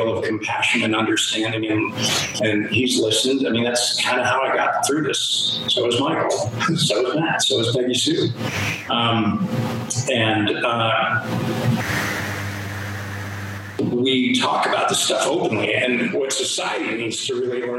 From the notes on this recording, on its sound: I will say in advance the audio quality is not the best.